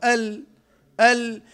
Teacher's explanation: انحراف يعني الهواء بينحرف يمين ويسار · Term: الانحراف